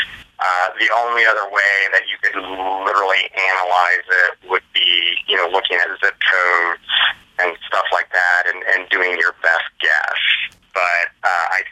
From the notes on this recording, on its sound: Hosted a media call. Were joined by media from the three states via phone.